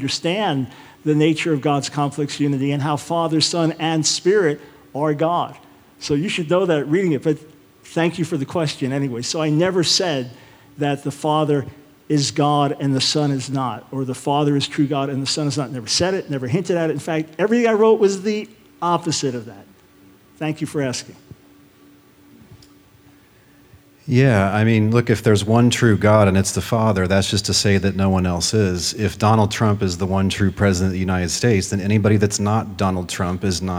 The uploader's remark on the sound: Questions from the Audience